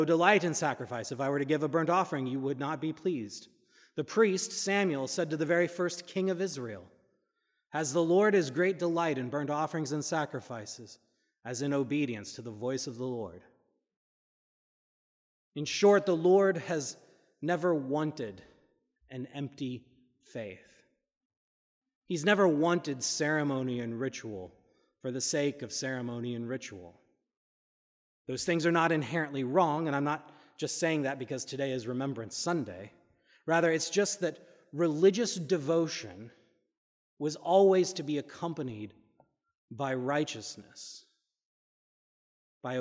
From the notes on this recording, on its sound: This is a recording from the service of Holy Communion according to the Book of Common Prayer (1662). Unfortunately, the full service was not recorded. This is a recording of the sermon only.